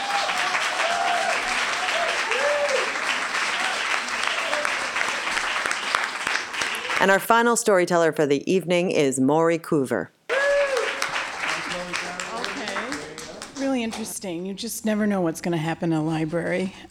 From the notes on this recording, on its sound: Recorded live at Wellfleet Public Library